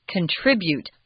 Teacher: when you pronounce the verb form, contribute, that the zhongyin or the heavy accents on the second syllable, I hear a lot of contribute in Taiwan, which is incorrect.